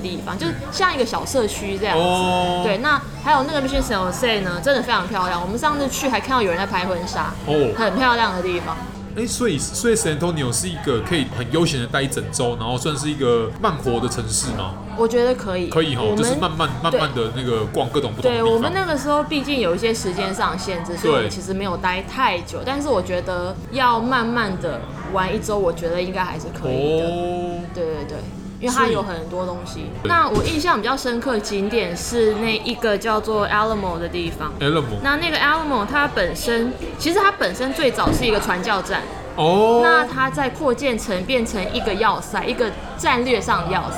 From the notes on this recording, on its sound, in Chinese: 本集白噪音指數：微風級 2/5。錄音地點： Toasteria Cafe 吐司利亞 - 永康店。